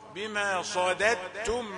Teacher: صاد ما تأثرش في الدال، لا يصح انها تأثر فيها. صاد مفخمة ودال مرققة. بما صددتم عن سبيل الله ولكم عذاب عظيم.